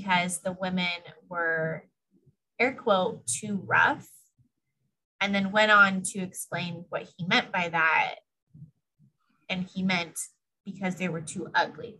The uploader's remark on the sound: do a Zoom call